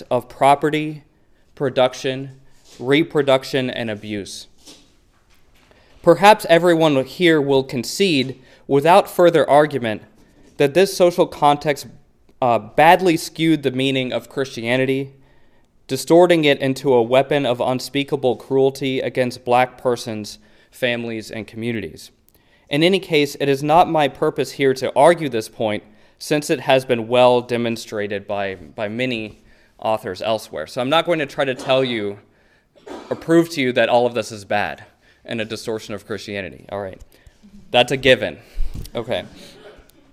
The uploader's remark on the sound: A public lecture. At the University of Chicago. Which includes Q.